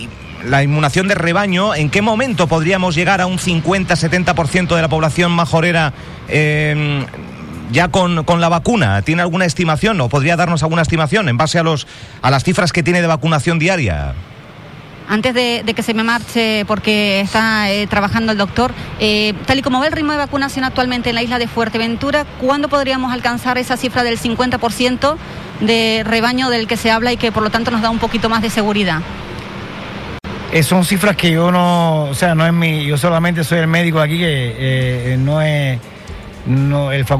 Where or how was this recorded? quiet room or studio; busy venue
busy venue